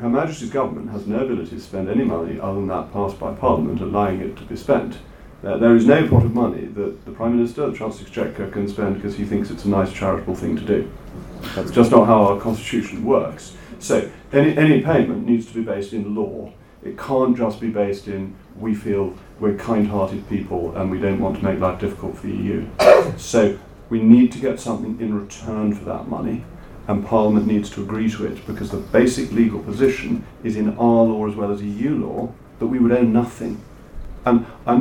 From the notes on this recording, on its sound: This event was in partnership with Conservative home and held at the Conservative Party Conference in Manchester.